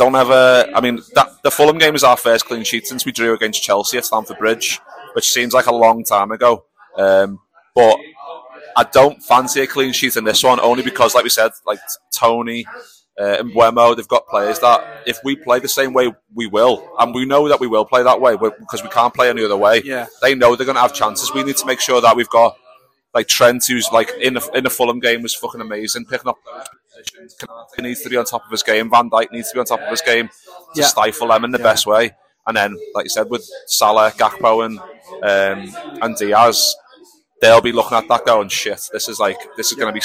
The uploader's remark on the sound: live in The Lion Tavern